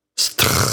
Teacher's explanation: STR-lyden udtales som SDR og siger str